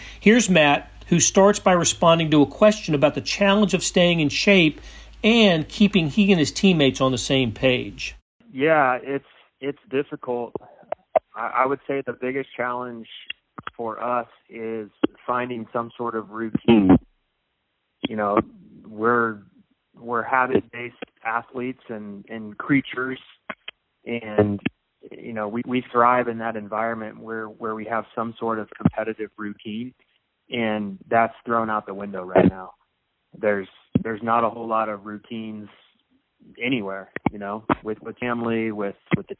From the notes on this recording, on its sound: spoke to reporters on a conference call